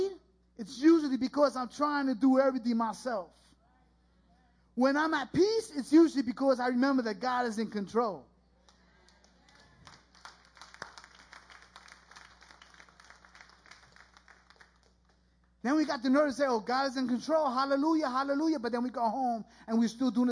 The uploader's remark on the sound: This was recorded live at The Sanctuary Fellowship, 1469 St. Peters Avenue, Bronx, NY.